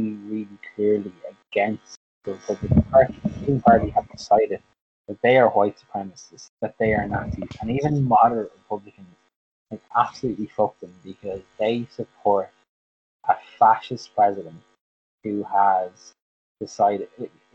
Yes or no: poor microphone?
yes